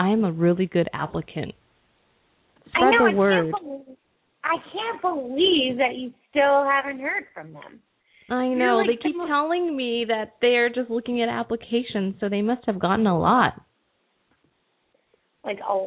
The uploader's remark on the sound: open up the lines for listeners to call